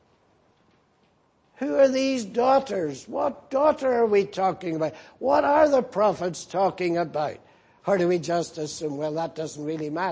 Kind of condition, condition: setting, large echoing room